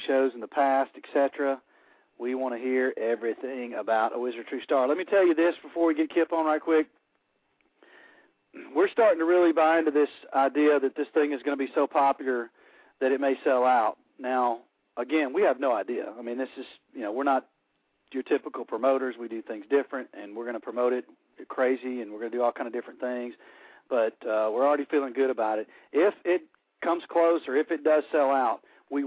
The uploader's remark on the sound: Fans will be calling in to tell us their feelings